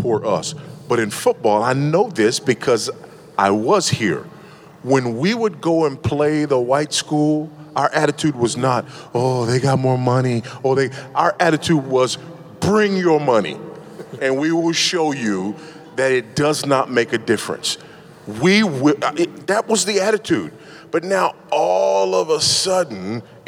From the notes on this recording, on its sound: This panel discussion took place on January 16, 2019 at the Sovereign Nations 'Social Justice & The Gospel' Conference in Atlanta, Georgia. Preceding the G3 Conference.